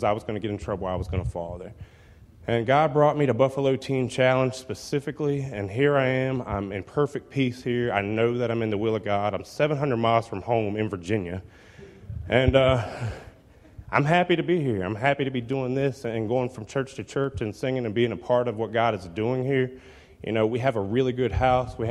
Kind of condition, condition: setting, large echoing room